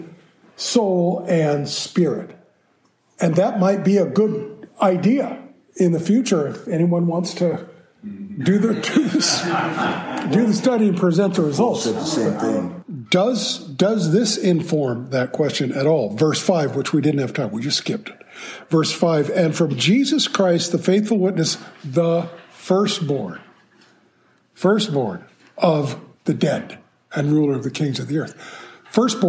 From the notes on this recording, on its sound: In this live class discussion